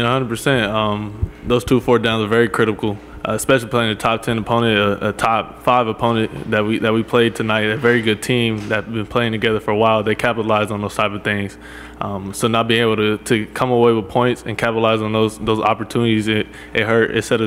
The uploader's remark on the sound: press conference